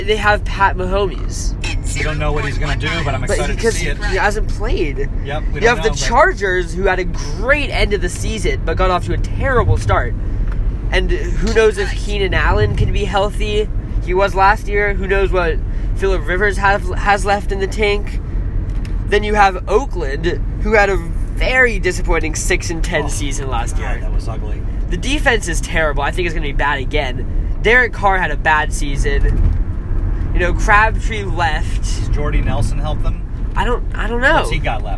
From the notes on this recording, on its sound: Live From the Car. On the four hour drive from Oakland to Visalia.